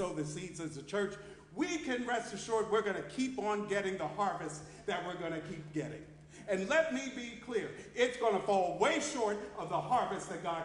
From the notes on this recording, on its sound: Sermon preached at RCHP on July 16, 2023.